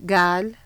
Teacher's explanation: For Iraqi, most of the time, our qaf is pronounced as a ga sound.